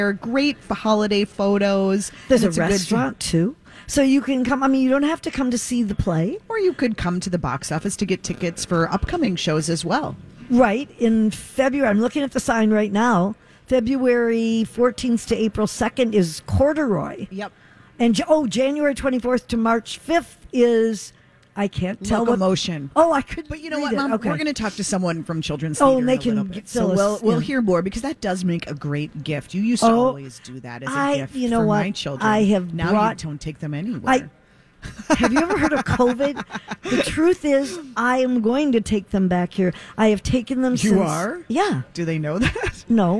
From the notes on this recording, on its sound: Live from the Children's Theatre Company for another Santa Stop during our 15th Annual Santa Project for Ronald McDonald House!